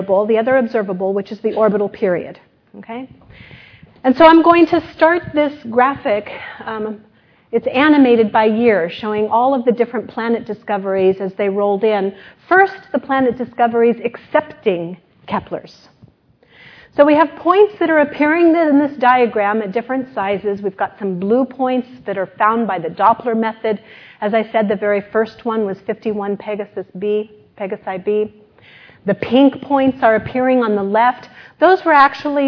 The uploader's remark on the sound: This lecture took place at the University of Sydney